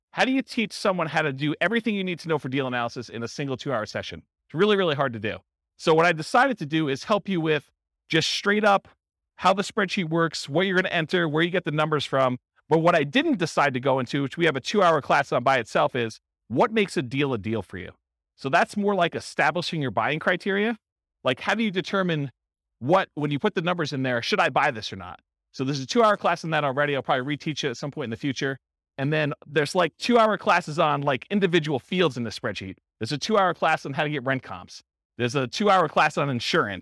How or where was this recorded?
live audience